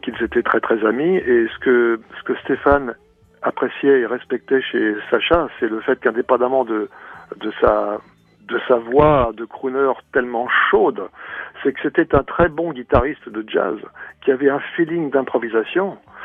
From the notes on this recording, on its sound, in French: On en parle ce midi par téléphone.